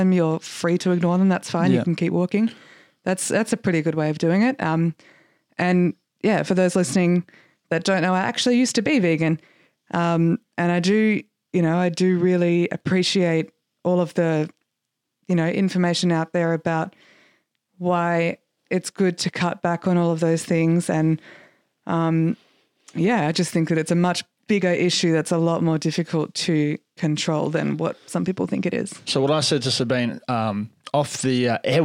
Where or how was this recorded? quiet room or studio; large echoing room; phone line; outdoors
quiet room or studio